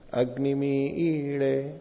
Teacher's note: ये स्वरित है यहां पर अग्निमीड़े में, अग्निमीड़े का जो ई है ये स्वरित है, तो इसको दीर्घ स्वरित के नाम से बोलते हैं।